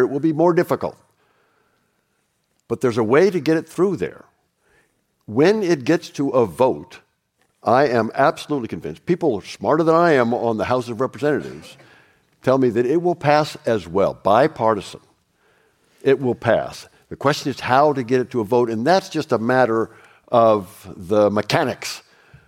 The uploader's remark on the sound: Live from the US Embassy. The team appeared on stage at the US Embassy in London for a live recording.